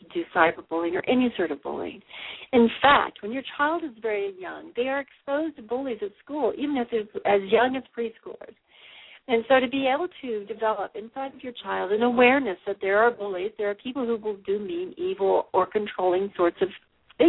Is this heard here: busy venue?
no